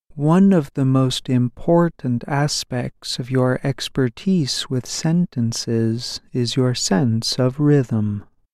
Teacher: Overall, the pitch goes down after important syllables, notably at the end of the sentence.